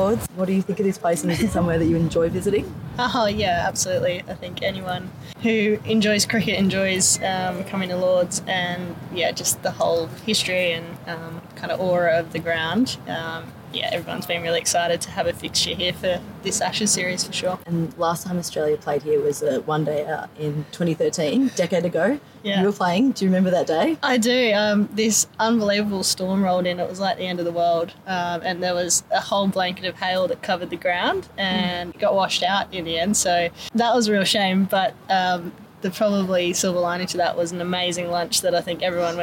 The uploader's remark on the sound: Outside the pavilion at Lord's.